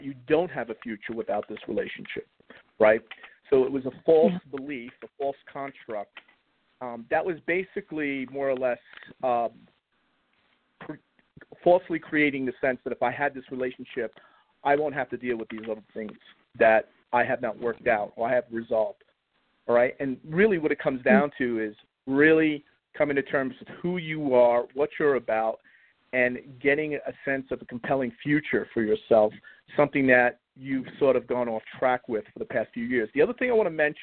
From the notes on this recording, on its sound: a real, live call-in show